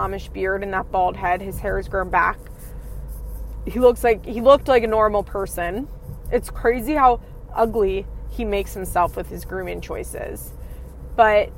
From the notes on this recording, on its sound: The very unconventional FIMH CarCast. Recording her thoughts and feelings from her car.